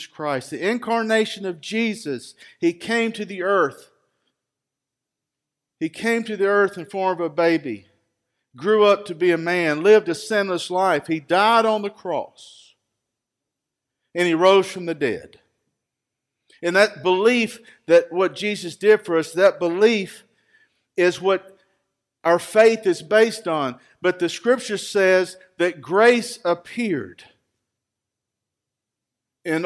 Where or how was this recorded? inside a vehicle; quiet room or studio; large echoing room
large echoing room